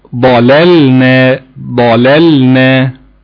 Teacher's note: لازم توضح اللام الساكنة وتجيب النون وراها دون إضغام